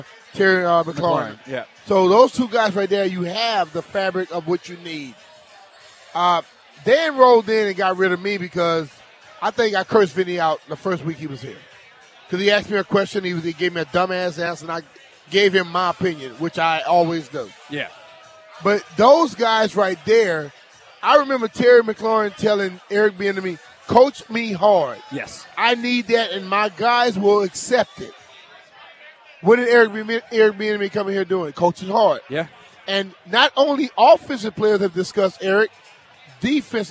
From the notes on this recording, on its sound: Audacy Sports hosted the biggest party in the DMV to celebrate the sale of the Commanders from Dan Snyder to Josh Harris! Hosted his radio show live from the event.